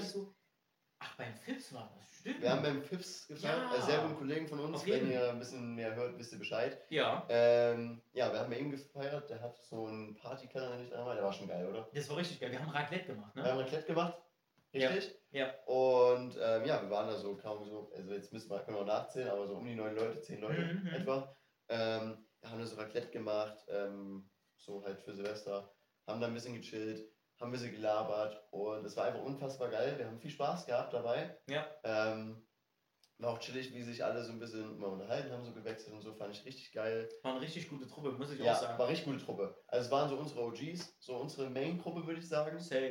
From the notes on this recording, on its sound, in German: Leider konnten wir durch einen Speicherfehler nicht die Mikrofonaudios verwenden.